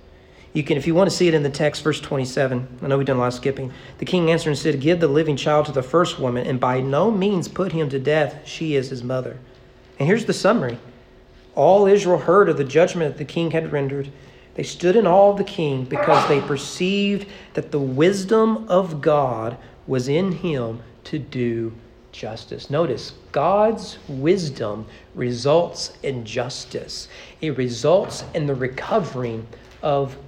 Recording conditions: large echoing room